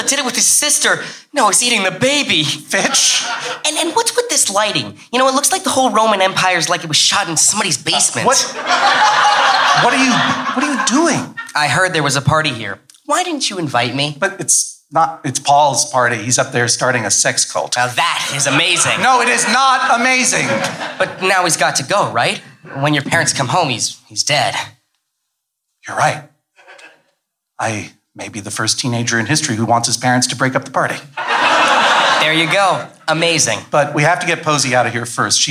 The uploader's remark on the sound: This episode was recorded live from San Francisco Sketchfest 2016. Live table read.